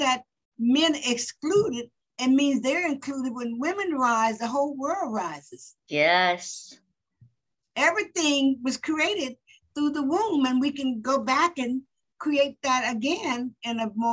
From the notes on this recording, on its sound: Today she is zooming in from San Diego, CA.